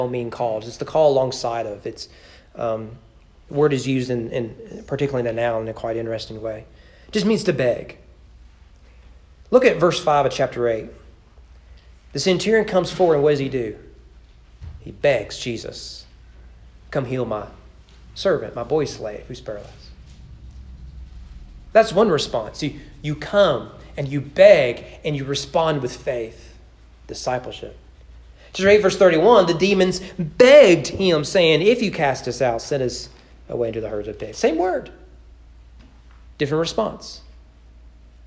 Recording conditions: large echoing room